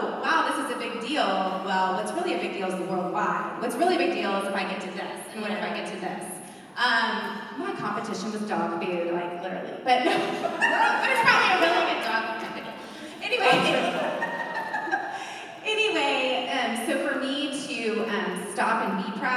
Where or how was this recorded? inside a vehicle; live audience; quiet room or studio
live audience